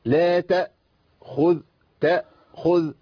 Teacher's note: الهمزة لا تقلقل، الهمزة ساكنة، وساكنة عشان أحقق سكونها أقطع صوت ونفس. لا تأخذ، تأخذ مش تأخذ، ما تنفعش.